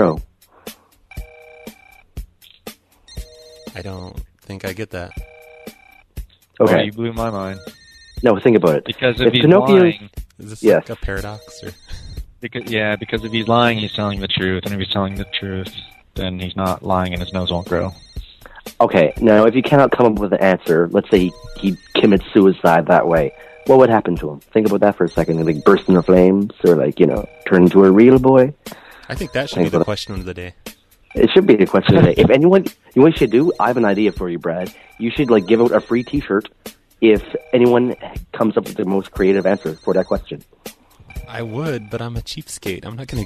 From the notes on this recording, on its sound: …'s Personal Prank Phone Calls Collection.